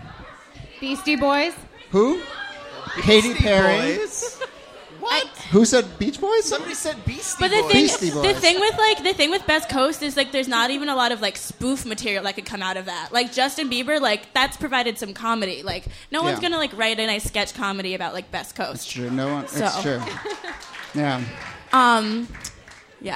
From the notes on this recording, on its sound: This excerpt is from our March regular show at Housing Works Bookstore.